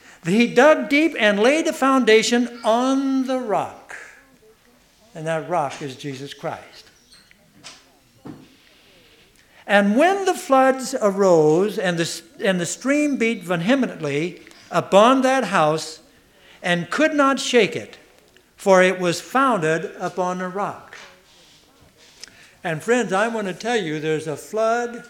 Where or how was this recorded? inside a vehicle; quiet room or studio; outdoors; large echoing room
large echoing room